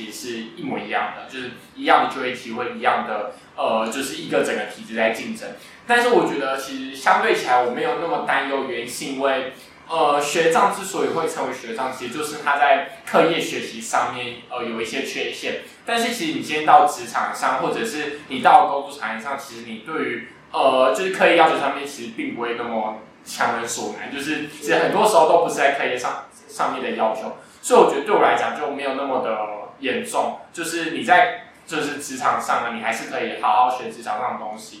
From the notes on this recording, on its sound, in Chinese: 錄音設備真的很陽春